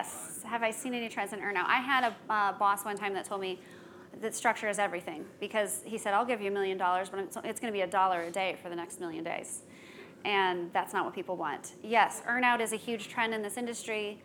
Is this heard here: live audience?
yes